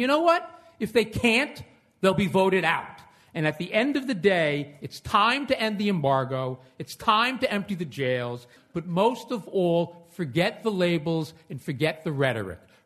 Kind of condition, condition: setting, live audience